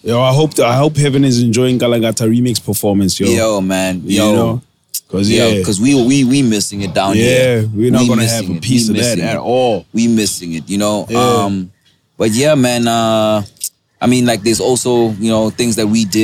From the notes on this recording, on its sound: Live from the beach, coming to you live with some sand between our toes. Recorded at Sun Wild Coast.